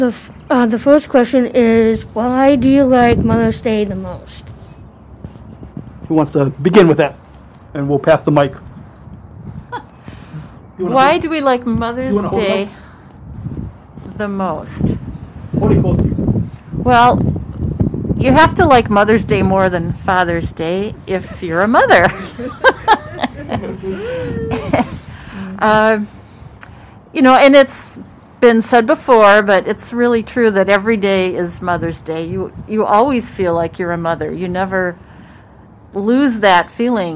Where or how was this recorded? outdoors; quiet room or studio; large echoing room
outdoors